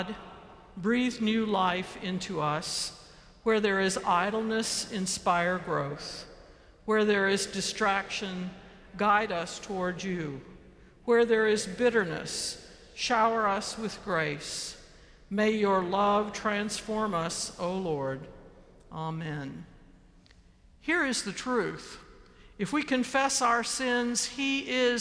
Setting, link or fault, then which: setting, large echoing room